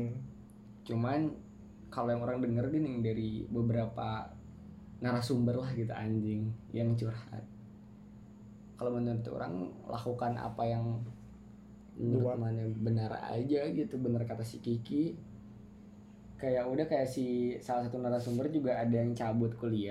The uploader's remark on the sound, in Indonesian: maap banyak suara bocor belum mampu beli mic.